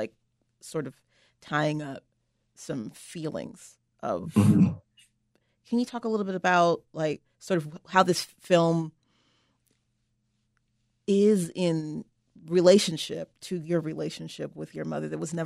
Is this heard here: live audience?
no